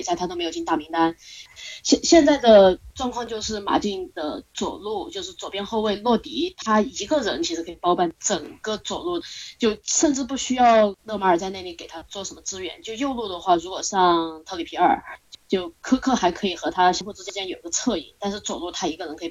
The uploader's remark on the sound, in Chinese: 本期节目遭受了一定损失，从临时文件中找回来时有音质损毁，烦请见谅。